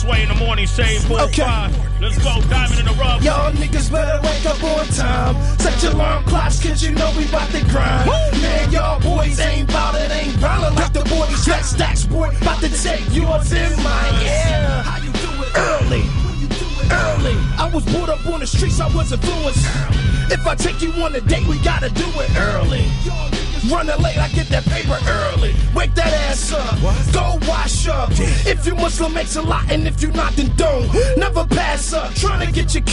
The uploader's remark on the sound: Broadcast live from her company Affairs Of Isis Events&#8217; launch event. Broadcast live from her company Affairs Of Isis Events’ launch event.